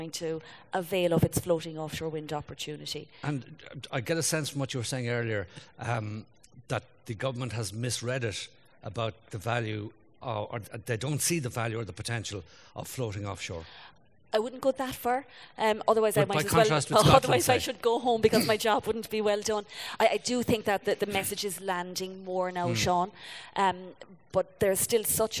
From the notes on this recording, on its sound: Episode recorded in the RDS with a live audience.